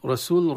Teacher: رسول راء المفتوحة تفخم، وهذا طبعا عند الجميع